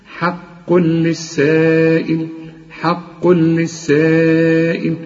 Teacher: المد الواجب، لأنه المد وبعده همزة